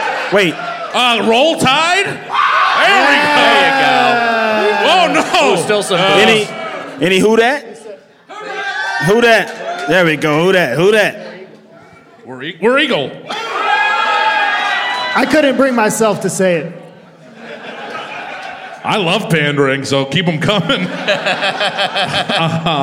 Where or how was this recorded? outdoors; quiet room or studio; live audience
live audience